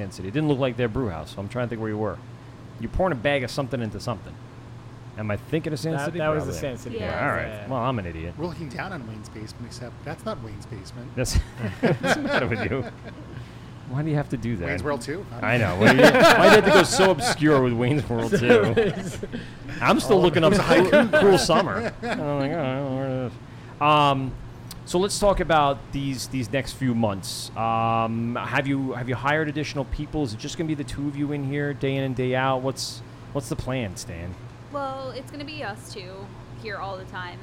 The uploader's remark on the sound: LIVE at 27A Brewery